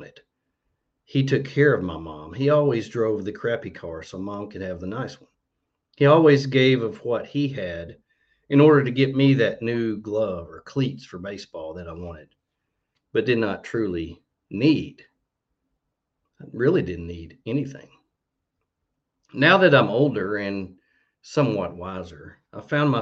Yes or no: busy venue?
no